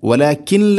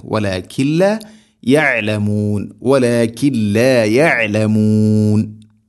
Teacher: ബിലാഗുന്ന നൂനിനെ ലാമിലേക്ക് ഇദ്ഗാം ചെയ്യണം, മണിക്കാതെ ഇദ്ഗാം ചെയ്യണം · Shown in: second take